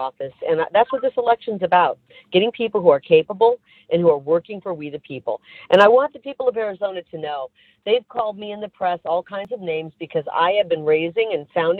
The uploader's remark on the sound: LIVE Call